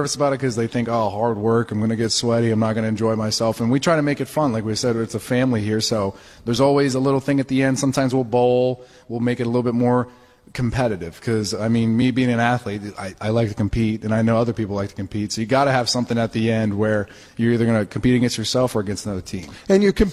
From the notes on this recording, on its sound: broadcasts from the Grand Opening of Anytime Fitness in Oakwood Square in North Canton